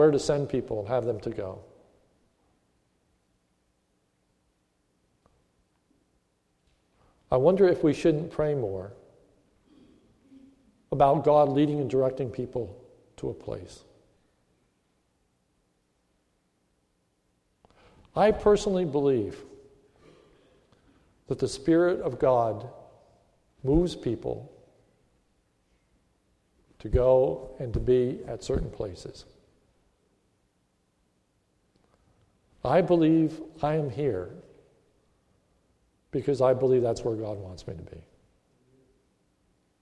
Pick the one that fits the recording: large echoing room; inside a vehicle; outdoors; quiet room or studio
large echoing room